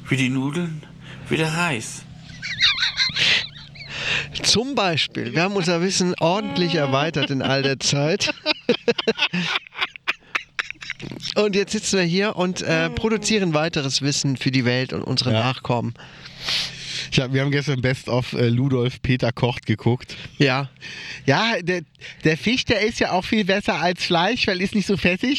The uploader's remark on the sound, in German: nach Ruppichteroth begeben und die Aufnahme draußen auf einer Bank gemacht.